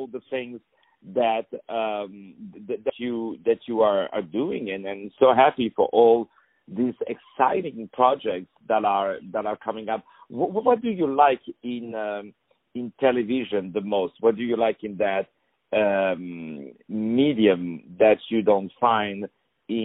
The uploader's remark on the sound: On the phone